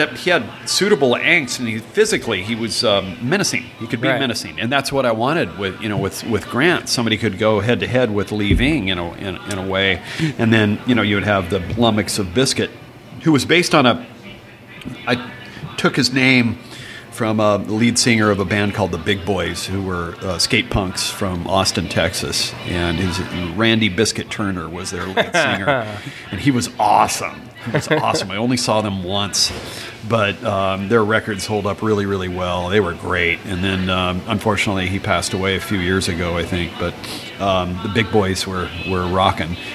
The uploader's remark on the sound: RECORDING LOCALE Maher’s Irish Pub 352 B Ave. Lake Oswego, OR 97034.